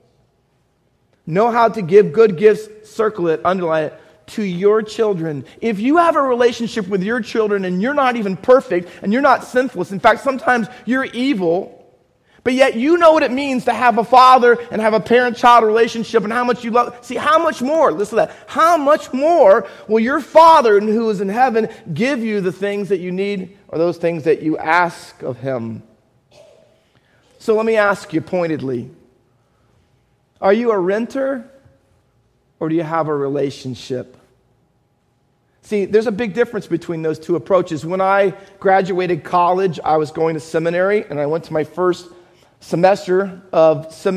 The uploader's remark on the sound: Faith Baptist Church in Hamilton, NJ.